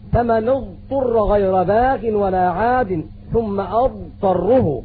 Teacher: ومخرج الضاد يوصف بالاستطالة، ذلك لان مخرج الضاد يبدأ من الناجز الى الضاحك، والناجز هو الضرس الاخير الذي يظهر في الفم عند البلوغ، ويسميه عامة الناس بضرس العقل.